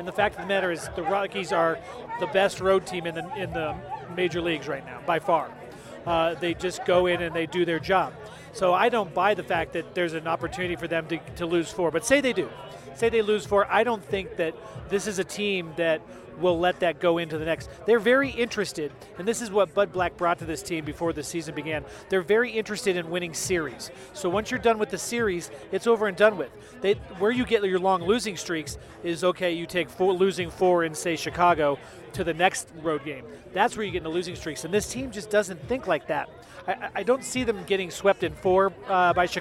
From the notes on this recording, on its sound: live at Tap Fourteen